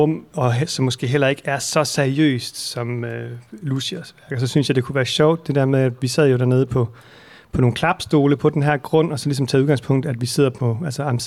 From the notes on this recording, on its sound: The first of five afternoon broadcasts from the biennial for sound and listening, Struer Tracks, recorded live in a caravan on the town square of Struer in West Jutland, Denmark. Mostly in Danish, some parts in English, the sounds are universal.